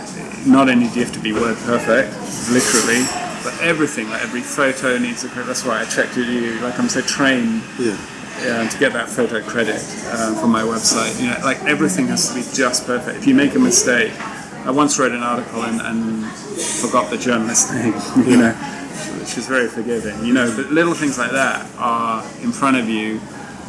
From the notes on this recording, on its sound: Our conversation was recorded in a coffee shop and due to this there is noticeable background noise.